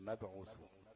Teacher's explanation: مبعوثون عندنا الميم مفتوحه والباء ايه، والباء ساكنه، تبقى مبعوثون، والميم والباء دول ايه، دول متجانسين لان الميم والباء مخرجهم من الشفتين